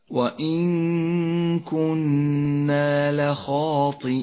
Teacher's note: والطاء حرف تفخيم ولكنه مكسور يفخم بأدنى المراتب والياء يجوز مدها حركتين أو أربع أو ست حركات جوازا وهو مد عارض للسكون اقرأ هكذا وإن كنا لخاطئين.